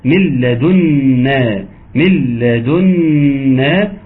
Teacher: شيل النون خالص وحط وصل الميم في اللام